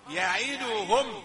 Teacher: فهو قرأ بلهجته مع المحافظة على ضمة الدال · Term: لهجة بلاد الصعيد